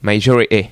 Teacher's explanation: And in English, they just drop the T.